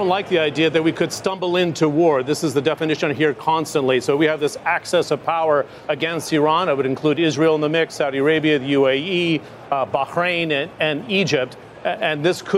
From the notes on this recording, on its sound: live from the New York Stock Exchange.